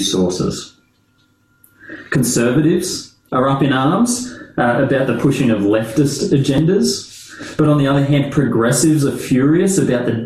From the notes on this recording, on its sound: This talk was delivered via Zoom.